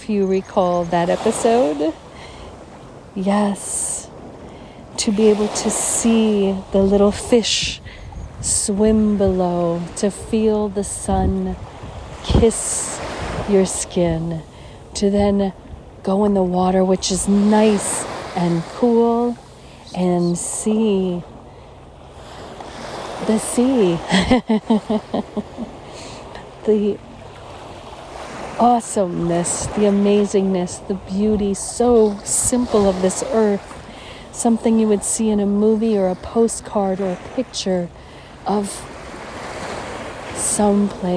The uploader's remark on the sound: On Location Walk and Talk. Isla Catalina, Dominican Republic.